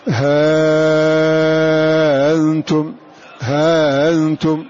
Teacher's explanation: في الهمز المتوسط الذي قبله ألف، ففيه حينئذ وجهان، تسهيل مع مد وقصر